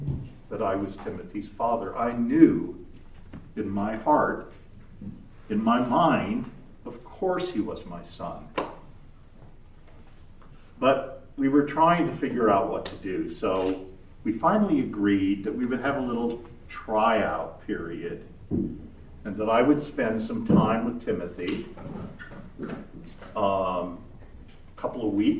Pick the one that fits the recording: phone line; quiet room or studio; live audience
live audience